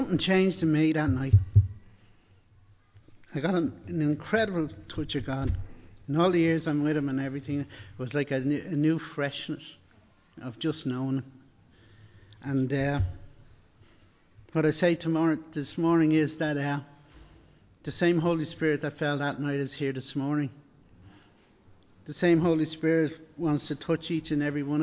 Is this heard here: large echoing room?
yes